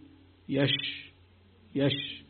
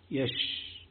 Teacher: انتشار الريح في الفم عند النطق بالشين · Term: التفشي